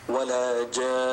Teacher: إذا أنت وقفت على نون مشددة فأيضا تأتي بالغنة الطويلة